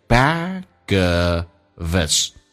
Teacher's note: 也就是 h 音不发音，用 of 的 v 跟 his 的 i 形成个连音，叫 ofus。那这三个单词就变成 back ofus，而且红色字体用降调读 back ofus， backof his hand。